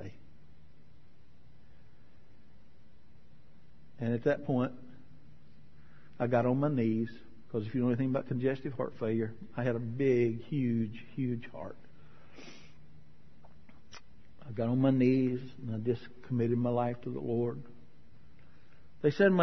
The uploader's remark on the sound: sermon from May 2013 at Marcus Pointe Baptist Church